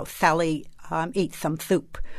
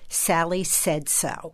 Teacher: It's the tongue moving forward and hitting the back of the upper teeth so that it becomes very hissy. · Shown in: second take · Term: dentalizing the S